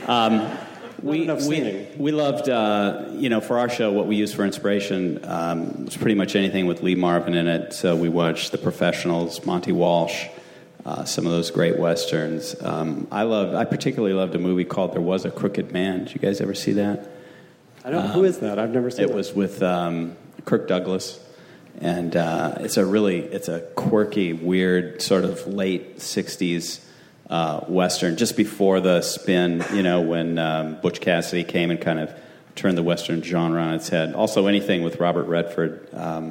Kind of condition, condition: setting, busy venue